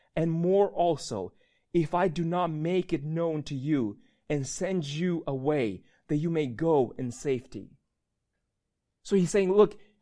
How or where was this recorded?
large echoing room